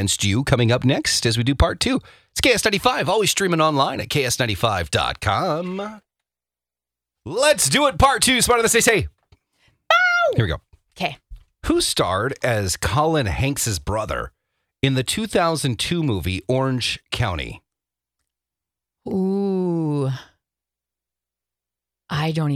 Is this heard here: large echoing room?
no